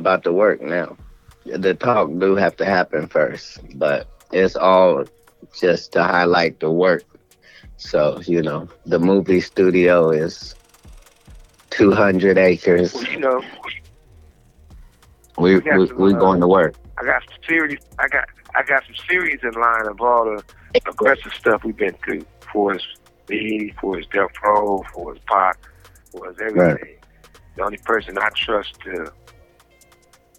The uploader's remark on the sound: 1st Guest Call. Plays the song over the phone. Collect Call.